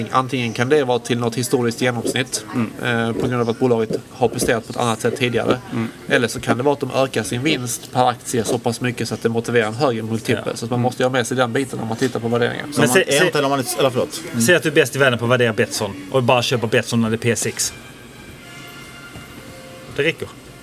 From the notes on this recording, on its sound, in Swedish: Podden reser till USA och spelar in live på stimmig svensk pub i Chicago.